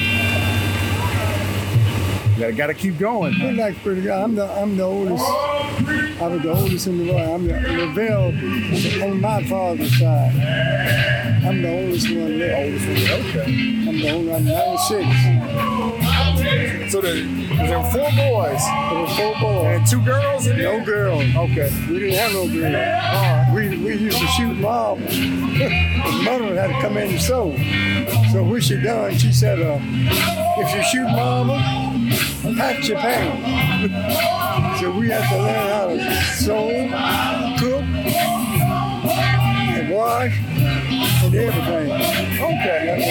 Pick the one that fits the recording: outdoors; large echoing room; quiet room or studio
outdoors